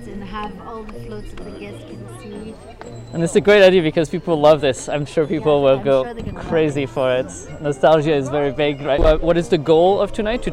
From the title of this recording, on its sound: Live at the New Years Eve Parade rehearsals